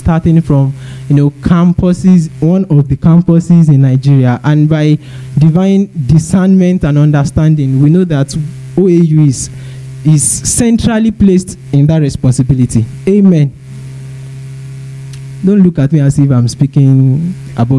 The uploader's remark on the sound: Preached at TACSFON OAU in July 2010.